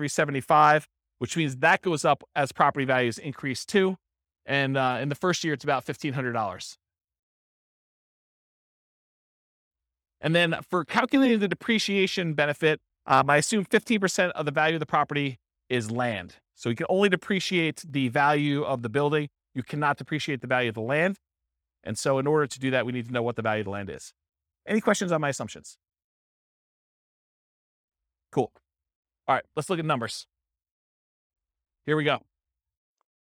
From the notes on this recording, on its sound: This was a live class recorded